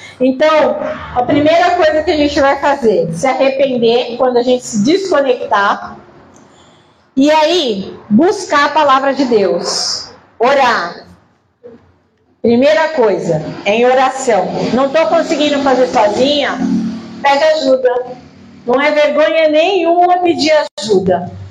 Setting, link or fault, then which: setting, large echoing room